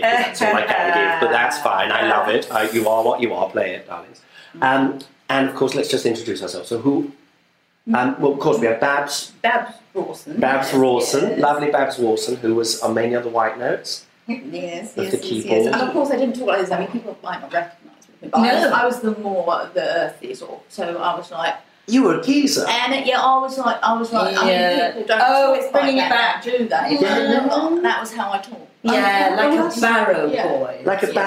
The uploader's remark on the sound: I have been ill darlings and also without anyone to help me with sound so quality wise this is a pile of shit, it really is. The interview is cursed with an ugly buzz, the wraparound bits are accidentally done in mono and there appears to be a tiny man writing with a pencil throughout.